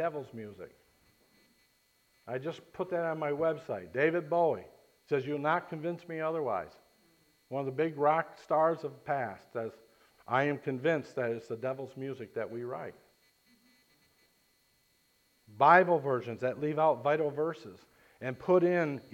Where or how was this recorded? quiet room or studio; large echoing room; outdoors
large echoing room